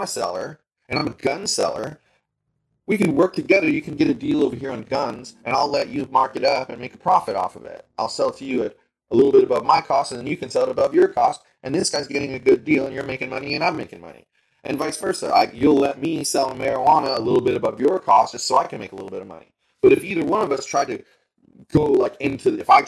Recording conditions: poor sound quality